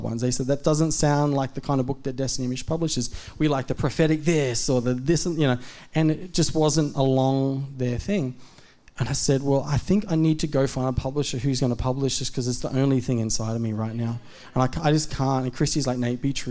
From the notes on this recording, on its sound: A message from Zion Church on Australia's Gold Coast. In Tallebudgera.